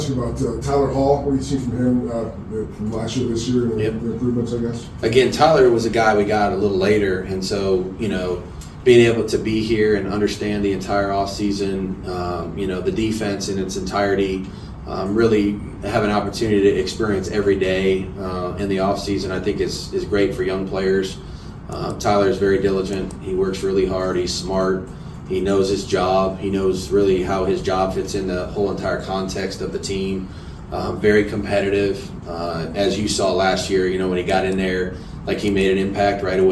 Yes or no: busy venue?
yes